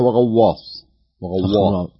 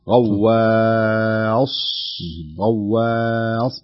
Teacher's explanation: الواو هنا مرققة والألف أيضا مرققة ثم تفخم الصاد، لأنها وقعت بين مفخمين · Shown in: second take · الواو والألف وقعت بين الغين وبين الصاد، تصير غا غا مفخمة غواص غواص بهذا الشكل.